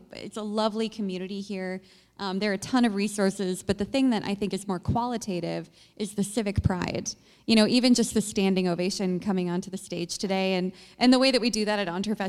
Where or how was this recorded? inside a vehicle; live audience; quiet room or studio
live audience